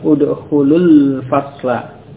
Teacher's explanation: Ya, kalau bersambung ya udkhulul fasla. Ya, jadi ketika bersambung wawunya tidak diucapkan. Jadi udkhulul, jadi lam yang bomah langsung ke lam sukun sesudahnya pada alif lam.